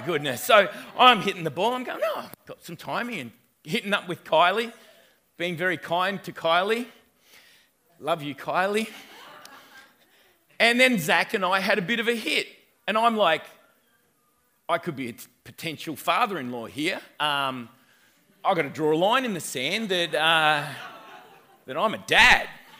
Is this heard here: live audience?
yes